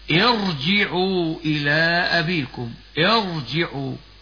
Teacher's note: ليس أصليا فتفخم الراء كما ننطقها كذا: ارجعوا إلى أبيكم، ارجعوا، فخمنا الراء وإن كانت ساكنة بعد كسر لوقوعها بعد همزة وصل، وهمزة الوصل ليست حرفا أصليا بل هو حرف عارض يثبت